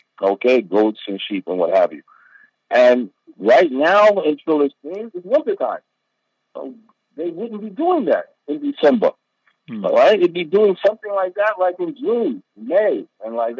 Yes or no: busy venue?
no